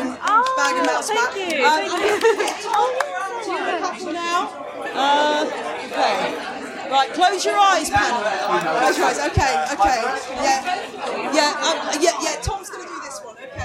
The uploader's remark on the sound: A live episode of On The Ledge recorded at the inaugural Cactusworld Live event. Organised by the British Cactus and Succulent Society ( BCSS ).